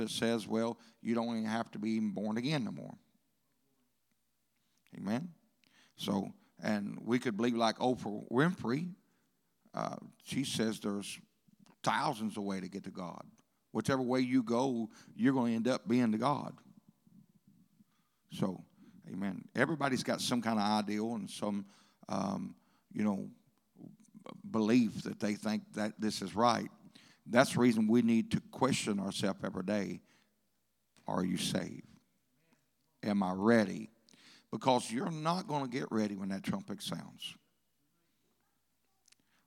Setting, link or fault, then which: setting, large echoing room